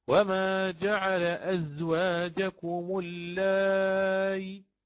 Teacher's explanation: فماذا فعلت؟ أشبعت اللائي وأتيت بثلث الحركة في الكسر مع تسهيلها بين بين · Term: الروم